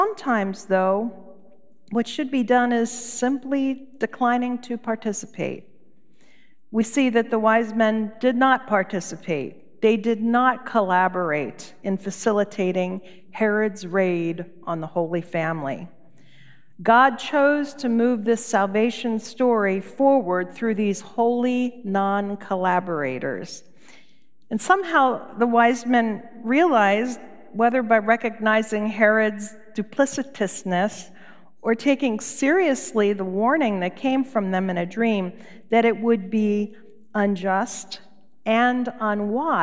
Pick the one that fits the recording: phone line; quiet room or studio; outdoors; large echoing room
large echoing room